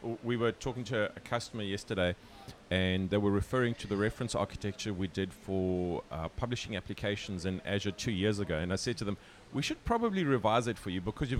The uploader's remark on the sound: When sitting having our morning breakfast at the Grand Hyatt in Hong Kong, we started a conversation.